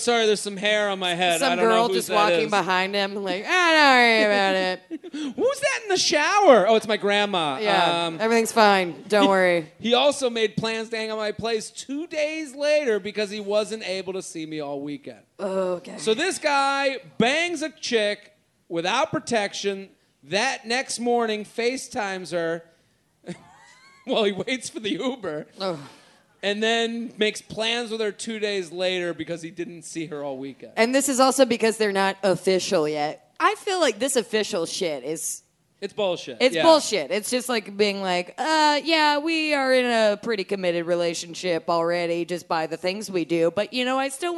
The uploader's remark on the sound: LIVE From Punch Line Philly